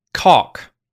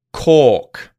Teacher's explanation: The first word in each pair will have the vowel sound oh, and the second will have the vowel sound or.